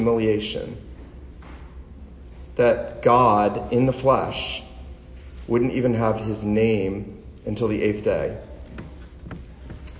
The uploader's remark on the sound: This sermon was preached on December 24, 2019 at the Christmas Eve Service at Kirk PCA in Savannah, GA